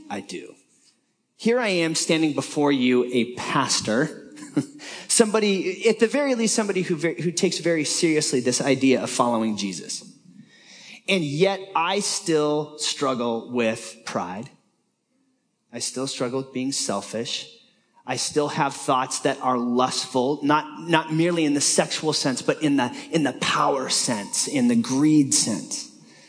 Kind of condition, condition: setting, live audience